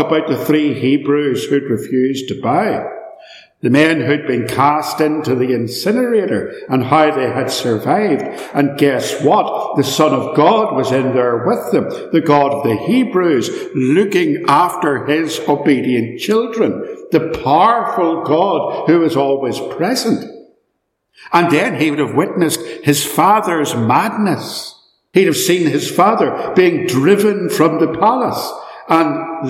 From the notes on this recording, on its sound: In this sermon, preached at Ballymacashon Congregational Church